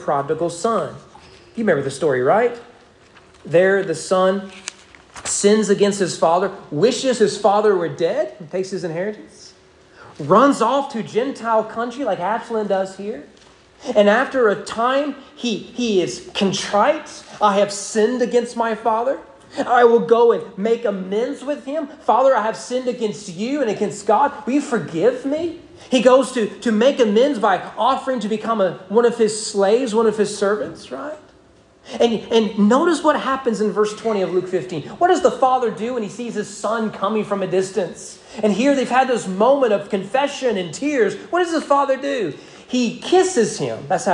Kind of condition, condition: setting, large echoing room